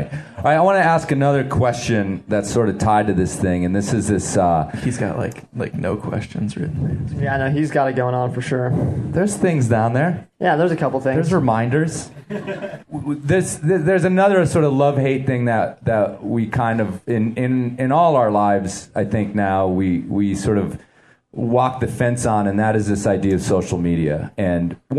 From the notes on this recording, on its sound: I sit down in front of a live audience at Bonfire Coffee in Carbondale, CO during the 5Point Film Festival.